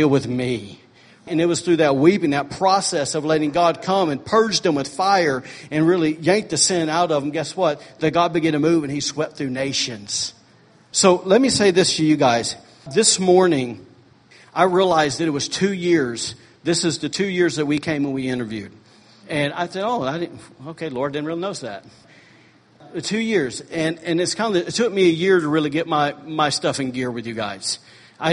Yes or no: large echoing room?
yes